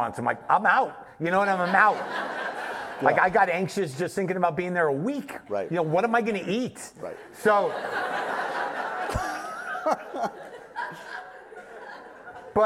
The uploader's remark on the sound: this very special live taping